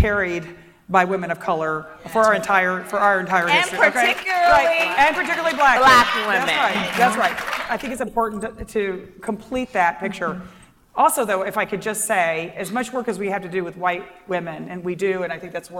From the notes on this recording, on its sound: live from The Leadership Conference Education Fund's "We Are Democracy" conference